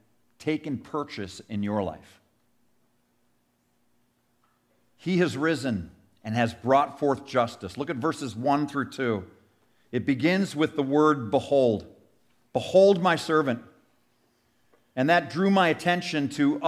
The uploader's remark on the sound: Sermon audio from our 2023 Easter Sunday service.